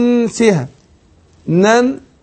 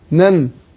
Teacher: زي ما اقول ما ننسخ واقول برضو ننسها، نن النون الاولانيه هي محركه بالفتح والتانية ايه ساكنه، حكمهم الايه الاظهار، بنطق النونين اهي نن، خدنا بالنا.